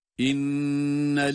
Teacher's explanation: İnnellezîne şeddelin onu tutuyoruz ama lem harfini tutmuyoruz.